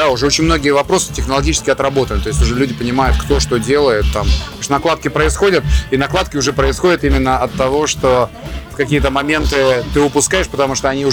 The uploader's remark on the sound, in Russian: Записано в рамках 7-го международного мотослета «Мотобалаган», в столице Арктики, городе Мурманске 9-10 декабря 2022.